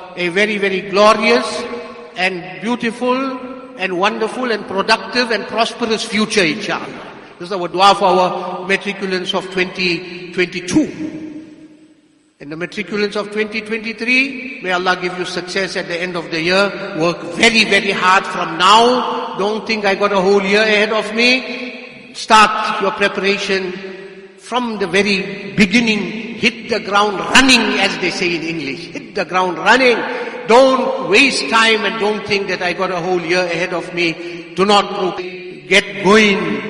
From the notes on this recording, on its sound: Jumuah lecture